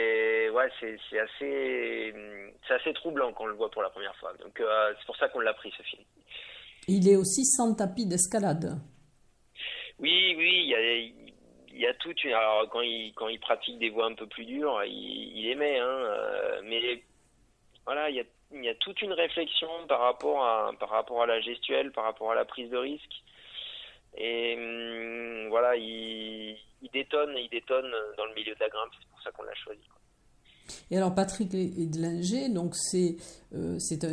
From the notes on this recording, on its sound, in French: Interview téléphonique